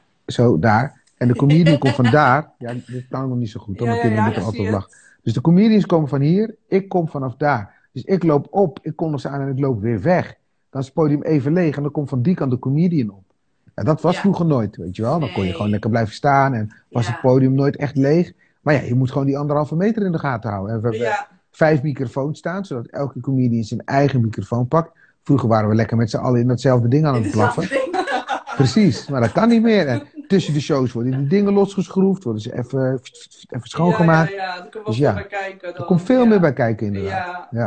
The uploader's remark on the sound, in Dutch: Voor het eerst delen we de audio van onze Instagram lives die we sinds maart 2020 wekelijks hebben opgenomen met verschillende ondernemers.